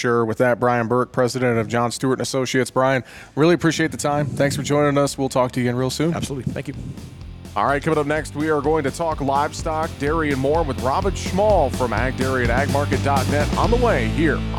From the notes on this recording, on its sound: Tuesday's show is a bit of a hybrid program as we feature to conversations from this week's AgMarket.net Conference in Nashville and two conversations live from the Northern Corn and Soy Expo in Fargo, ND.